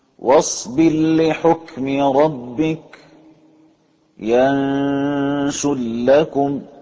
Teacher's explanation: أدغم الراء المجزومة في اللام